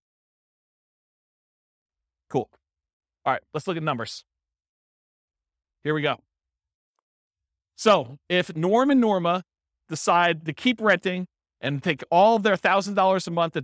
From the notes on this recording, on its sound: This was a live class recorded.